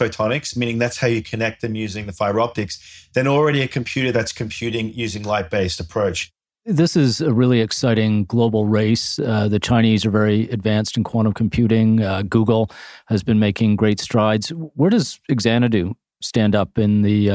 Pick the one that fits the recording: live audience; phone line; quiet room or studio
quiet room or studio